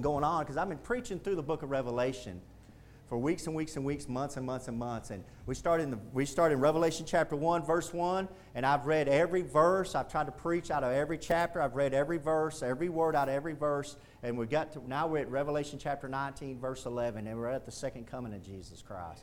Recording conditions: large echoing room